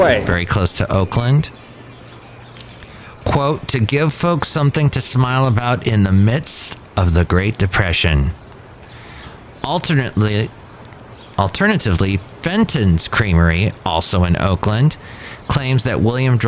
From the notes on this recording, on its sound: podcasts live from Café Anyway